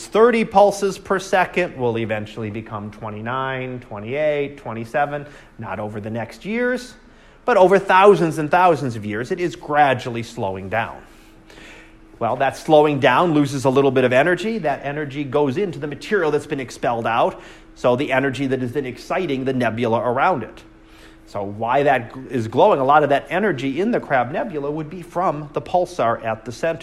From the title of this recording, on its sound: Live Class Lecture